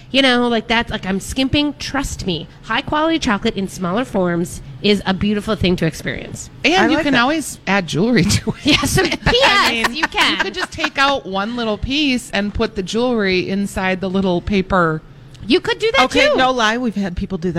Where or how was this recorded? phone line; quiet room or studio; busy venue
busy venue